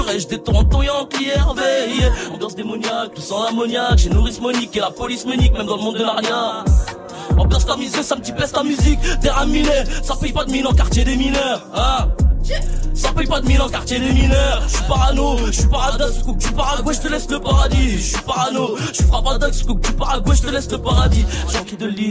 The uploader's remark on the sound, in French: en direct du Printemps de Bourges